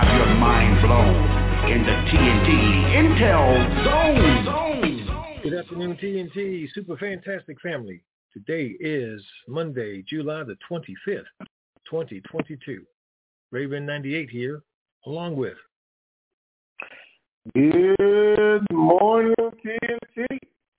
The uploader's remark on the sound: TNTSuperfantastic Conference Call.